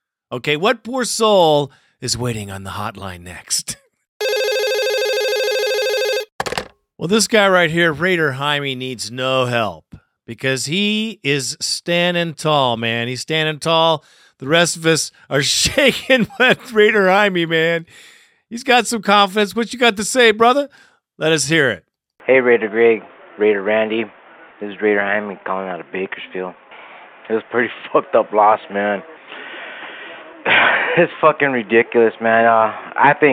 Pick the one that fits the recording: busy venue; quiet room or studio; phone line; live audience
phone line